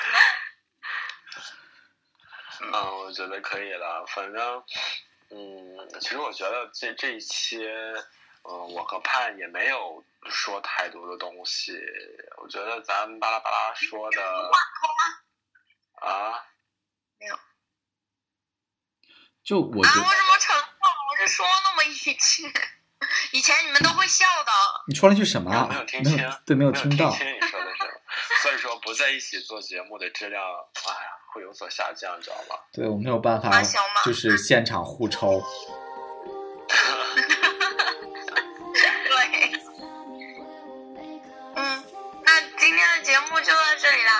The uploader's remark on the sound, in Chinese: 我们本来在YY录节目，结果回声超大